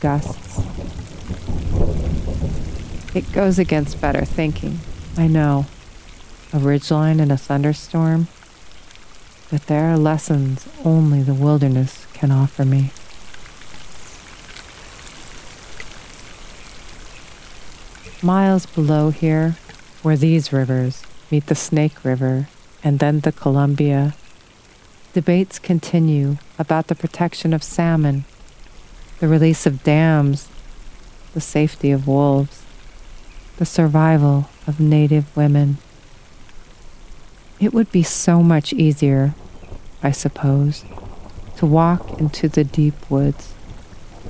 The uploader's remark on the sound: Outdoor audio recorded at Rocky Mountain National Park, Colorado.